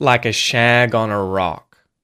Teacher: In each of these examples, when you say this this phrase, the consonant at the ends of these syllables, like shag and on, start the next syllable. So they sort of move to the next word.